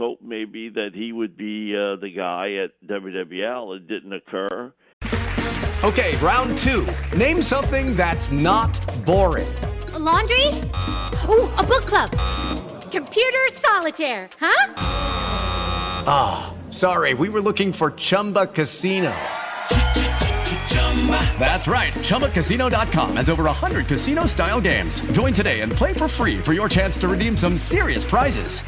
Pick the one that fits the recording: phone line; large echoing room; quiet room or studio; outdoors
phone line